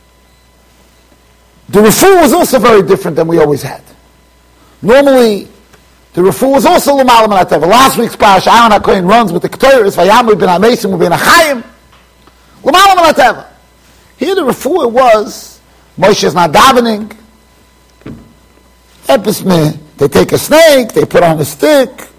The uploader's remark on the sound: Shiur recorded in Yeshivas Ohr Reuven, Monsey NY.